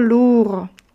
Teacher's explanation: słówko lourd nie czytamy na końcu d